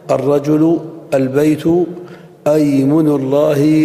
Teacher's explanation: وحركة همزة الوصل الفتح في أل ويمن الله